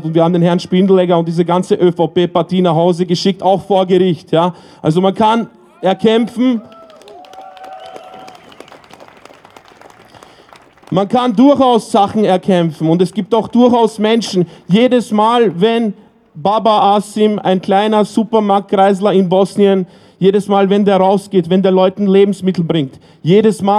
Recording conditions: outdoors